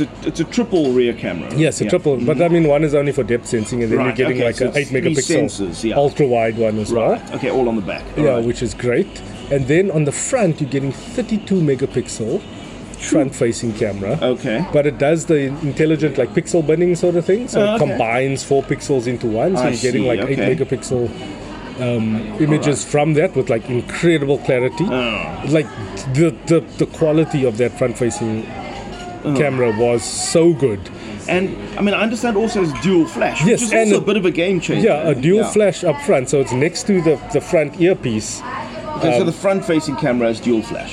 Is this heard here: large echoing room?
no